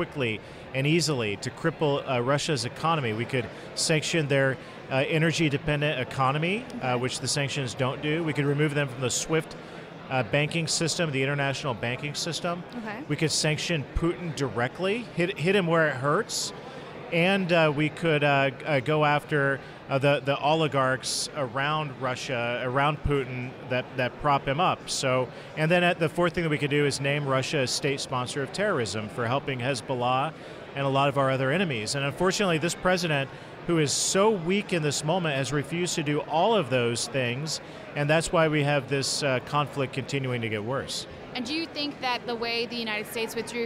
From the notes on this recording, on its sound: Join “The Daily Signal Podcast” at the Conservative Political Action Conference in Orlando, Florida.